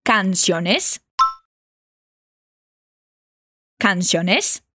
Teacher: prestando bastante atenção na entonação de pergunta e na pronúncia do A bem aberto